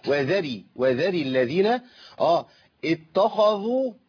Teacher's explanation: الراء مرققه لانها ايه مكسوره، وراء المكسوره عموما مرققه